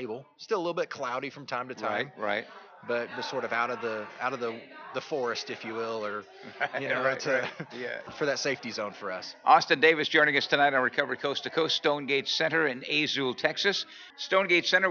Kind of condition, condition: setting, busy venue